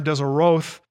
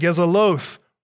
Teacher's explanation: Instead of calling them by their actual title, which is Dienae Gezeroth, with a R sound in there, Gezeroth, prohibition judges, they changed the R sound to an L sound and called them Dienae Gezeloth, robber judges.